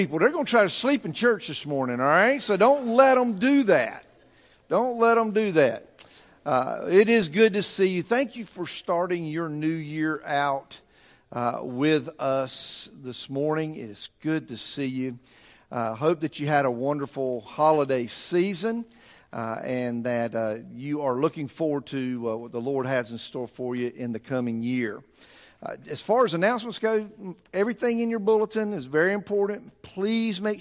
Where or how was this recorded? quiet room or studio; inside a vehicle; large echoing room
large echoing room